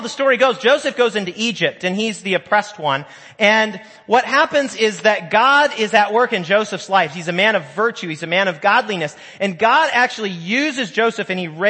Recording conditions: large echoing room